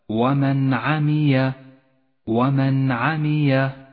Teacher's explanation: أن تظهر النون الساكنة وأن يظهر حرف العين من دون غنة أو تشديد · Term: حكم الإظهار